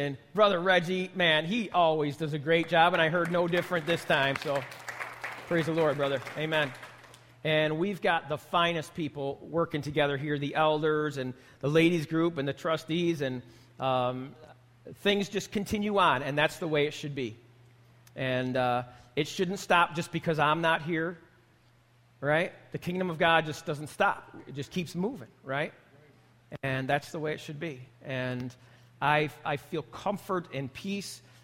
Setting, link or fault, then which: setting, live audience